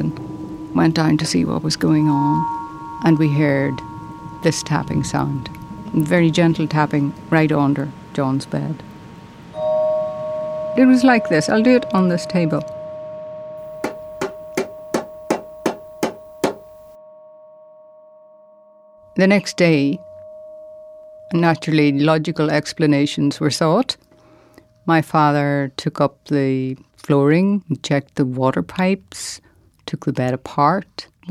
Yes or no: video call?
no